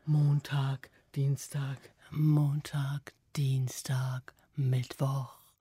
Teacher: du sprichst bitte mal mit ganz überlüfteter Stimme. Also ganz behaucht sozusagen